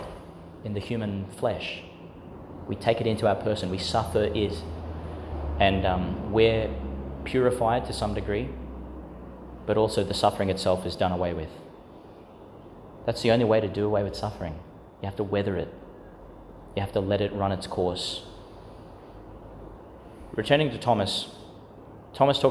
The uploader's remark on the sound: Homily for Laetar Sunday, the Fourth Sunday (of Year A) in Lent, 2022, delivered in St Agnes Church, Agnes Waters, Qld.